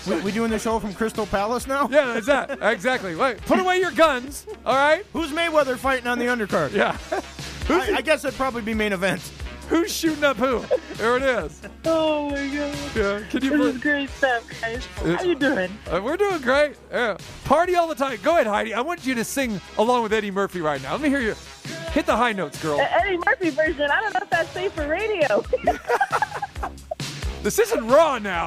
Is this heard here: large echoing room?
no